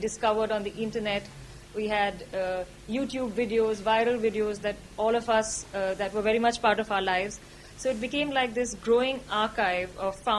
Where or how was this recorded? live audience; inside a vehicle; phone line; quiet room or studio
live audience